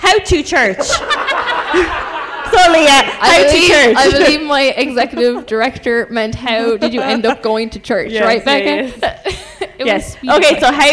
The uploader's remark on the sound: Live from ReConnect Young Adult Night. Alive Church TV.